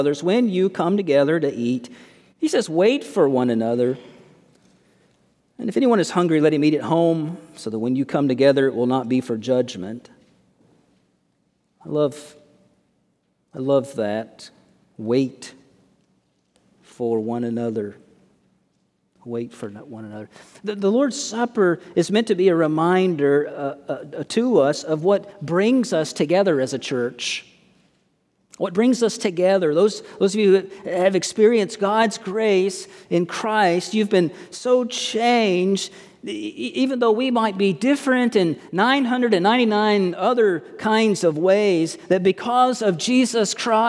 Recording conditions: large echoing room